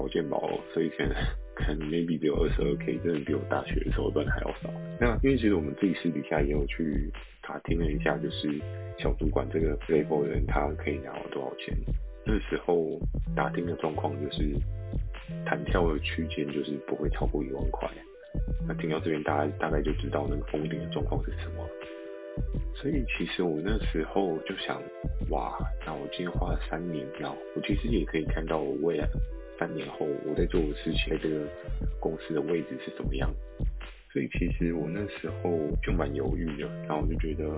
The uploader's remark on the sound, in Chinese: 由於首度製作，可能有些錄音技巧不夠純熟請多包涵。